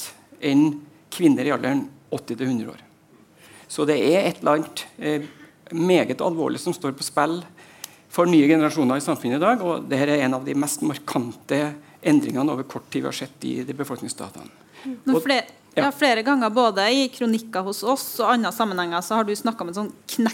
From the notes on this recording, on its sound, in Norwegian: Adresseavisens panelsamtale fra Litteraturhuset i Trondheim